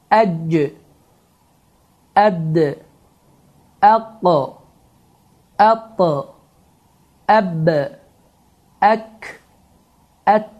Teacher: Yəni, bu hərflər əlif, cim, dəl, qaf, ta, bə, kəf və tə hərfidir. Yəni, bu hərflərdə fikir verərsinizsə, səs kəsilir və səs hava axını olaraq davam etmir · Term: şiddət sifətidir